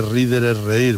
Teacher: Hombre, no voy a explicar por qué la D se pierde, pero porque cae. Una sonora entre dos vocales se pierde